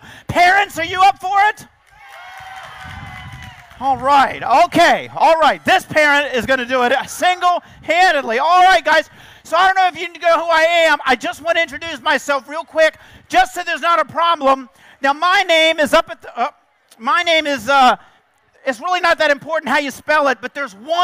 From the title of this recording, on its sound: 2012 National Book Festival